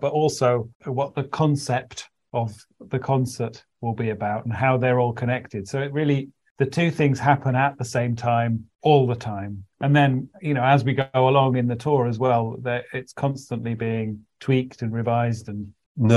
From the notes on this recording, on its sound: via Zoom